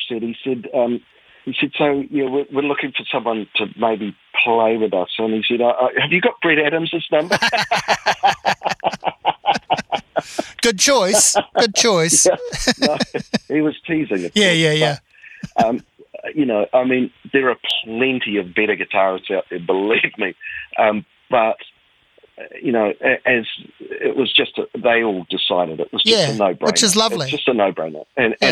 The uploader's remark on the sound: An in-depth chat over the phone